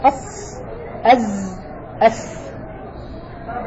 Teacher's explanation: هو معلق بين الأسنان العليا والسفلى. أص أز أس، إذن طرف اللسان مع ما بين الثنايا العليا والسفلى، يقولون قريب إلى السفلى يعني هو أقرب إلى الثنايا السفلى. · Term: حروف الصفير